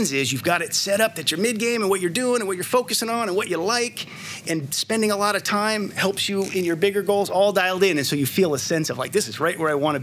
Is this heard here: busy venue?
yes